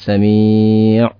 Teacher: dibuang tanwinnya maka kita membaca dengan sami' disukunkan